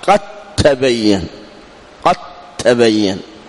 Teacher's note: فأدغمنا الدال في التاء فصارت قد تبين، قد تبين. · Term: إدغام وتجانس